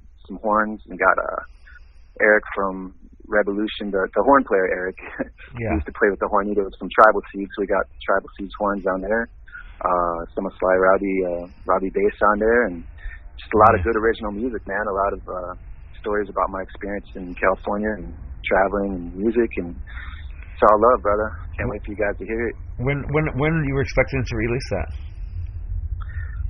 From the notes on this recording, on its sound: I had a chance to get him on the phone while he is in Hawaii.